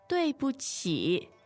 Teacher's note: three elements in 对不起, the tones are? Fourth, neutral, and third.